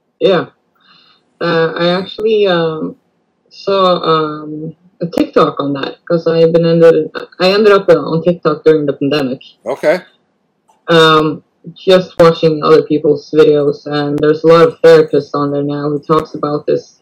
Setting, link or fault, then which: link, video call